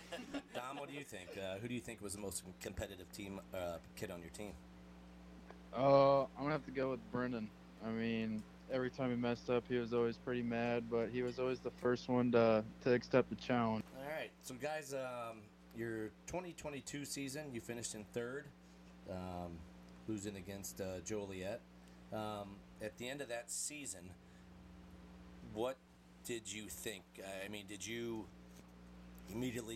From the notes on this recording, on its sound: Bare with us this week as we struggled with sound and volume!